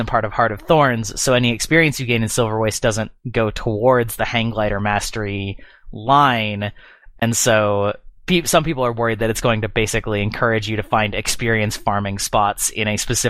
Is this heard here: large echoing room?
no